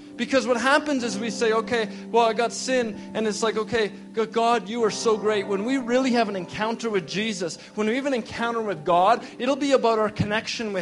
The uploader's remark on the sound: we gathered at Victory Church on the Rock in Edmonton, AB for our first Resurgence gathering of the fall!